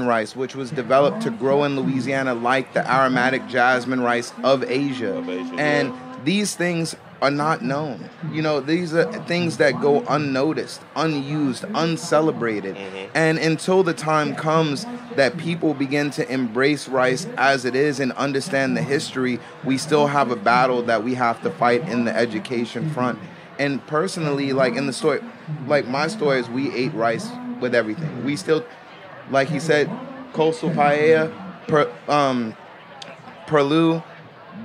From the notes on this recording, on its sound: At Charleston Wine + Food 2022. At a family-style dinner during the Charleston Wine + Food Festival, chefs came together to create a meal.